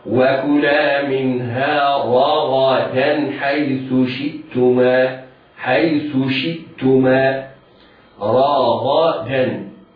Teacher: راء مفتوحة مفخمة، بعدها غين مفتوحة مفخمة، بعدها دال مرققة